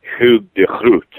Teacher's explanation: the rather more gutturally pronounced Hugh de Groot